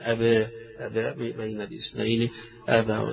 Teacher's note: التقليل يعني لا فتح مفتوح أبا ولا إضجاع أبي، ولكن بين الاثنين أبا، أبا بين الاثنين أبا، هنا للأزرق عن ورش، أبا واستكبر.